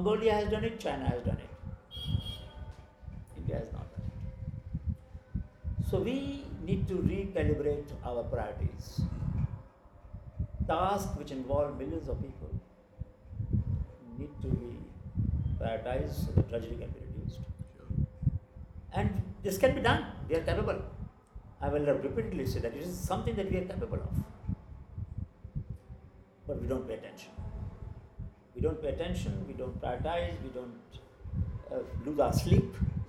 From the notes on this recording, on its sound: In this podcast, recorded in Ahmedabad in peak Navratri season (sorry about the background noise).